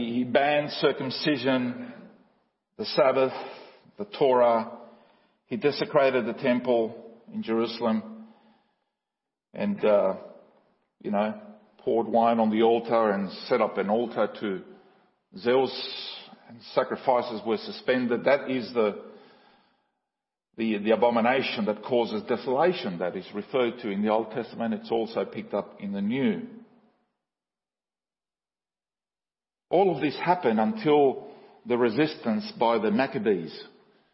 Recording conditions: large echoing room